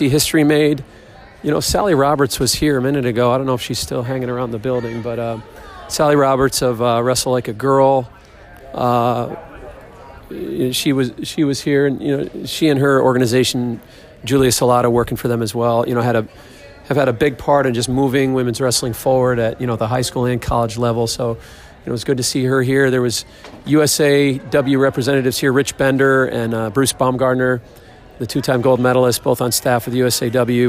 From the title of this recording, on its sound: On the Floor at WCWC Nationals